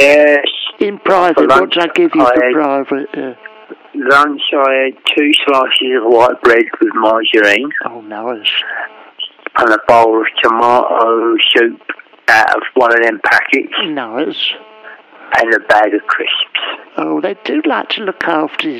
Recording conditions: phone line